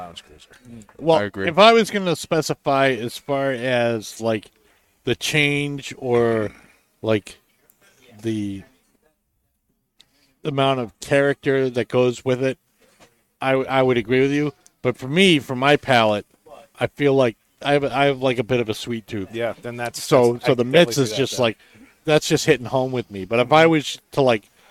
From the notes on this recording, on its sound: Recorded live from the 7-20-4 Lounge!